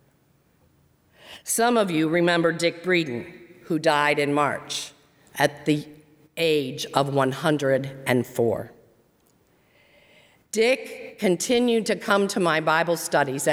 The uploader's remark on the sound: during the service on Sunday August 16, 2020, at First Presbyterian Church of Arlington Heights, Illinois